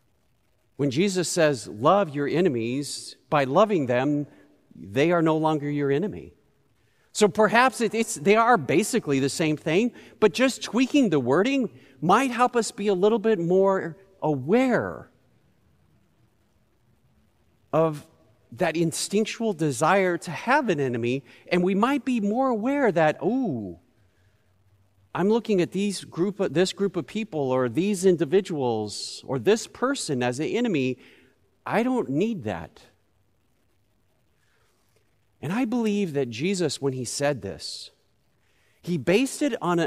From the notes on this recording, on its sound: Recorded live at Beatitudes Church in Phoenix, AZ.